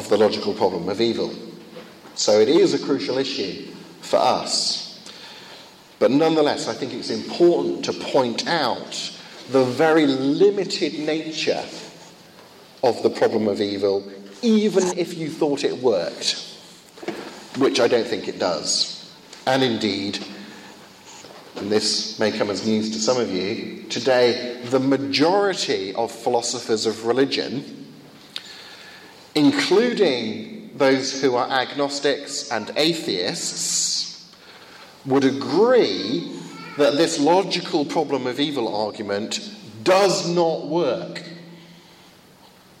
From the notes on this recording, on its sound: Second of two lectures at a conference in Finland